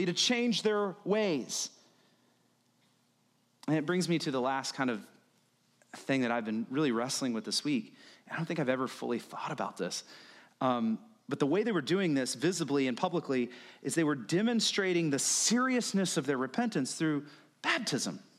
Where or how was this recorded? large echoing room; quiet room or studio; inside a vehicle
large echoing room